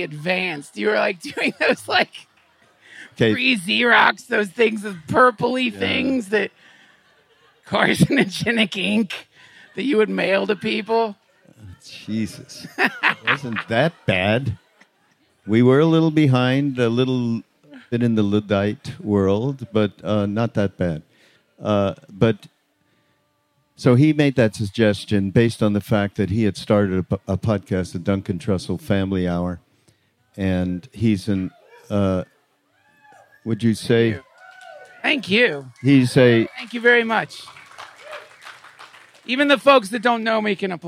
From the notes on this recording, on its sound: This podcast was recorded live on stage at the 2019 Open Your Heart in Paradise Retreat in Maui.